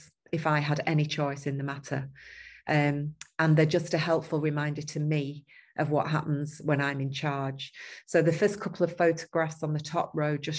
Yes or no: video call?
yes